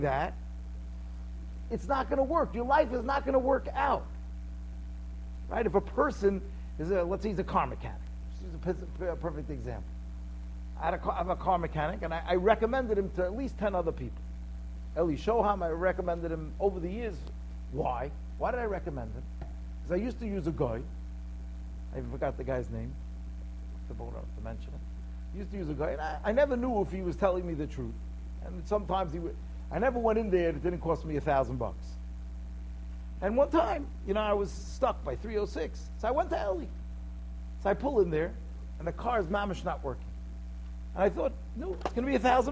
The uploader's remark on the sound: Shiur recorded in Yeshivas Ohr Reuven, Monsey, NY.